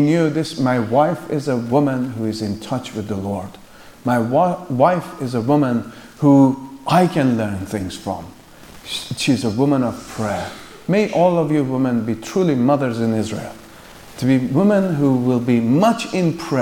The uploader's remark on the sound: The afternoon session from the Free Southern Presbytery's 2nd Family Conference.